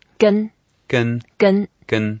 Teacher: It's the first tone, and we just make it flat.